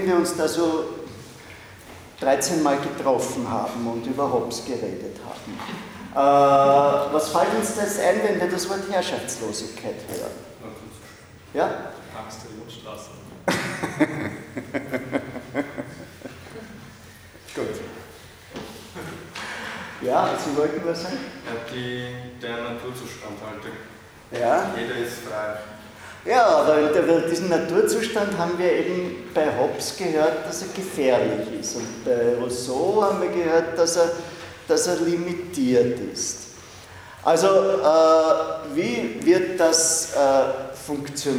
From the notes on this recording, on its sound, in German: Diese Vorlesung wurde von Studierenden aufgenommen